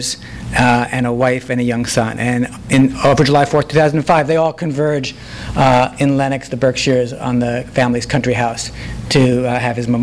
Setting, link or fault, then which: setting, live audience